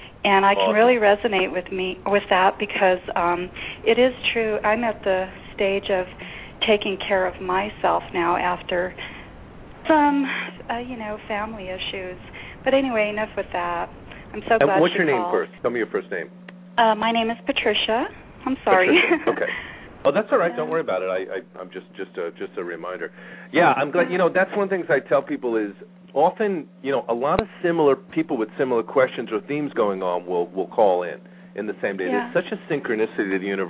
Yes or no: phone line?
yes